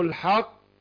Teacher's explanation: القاف هنا حرف مستعلي بيخرج من اقصى اللسان